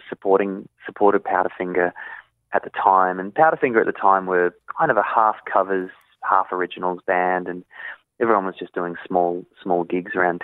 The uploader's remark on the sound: jumped on the phone for a chat